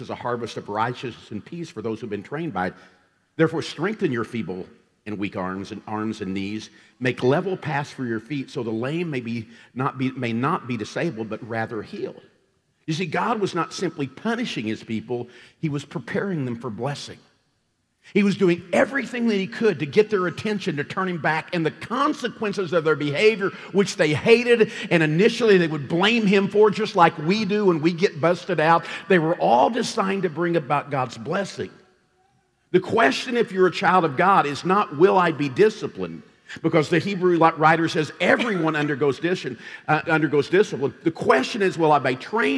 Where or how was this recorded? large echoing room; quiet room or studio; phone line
large echoing room